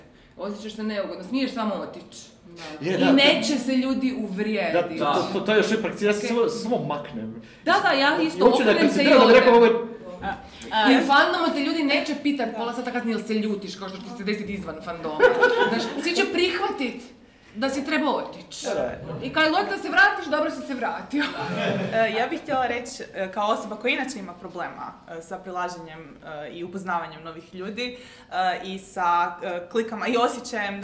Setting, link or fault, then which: setting, live audience